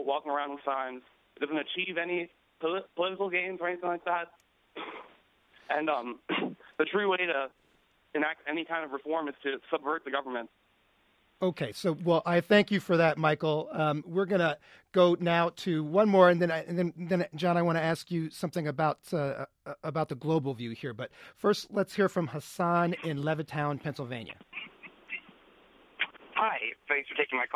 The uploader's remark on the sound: We invite listeners from all over to call in and talk.